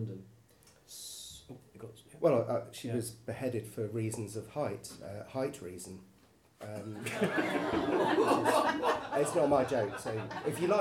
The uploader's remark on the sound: Recorded at Wygston's House in Leicester on Sunday 12th February 2023, as part of the Leicester Comedy Festival.